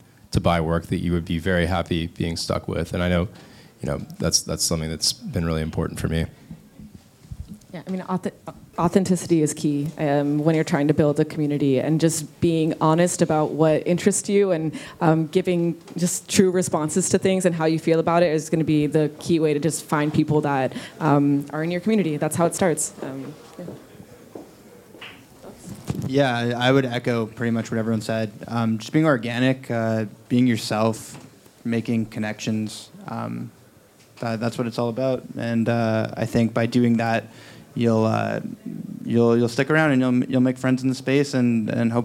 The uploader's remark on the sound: During NFT Paris, in a room full of some of the best generative artists in the world, we recorded this one hour conversation.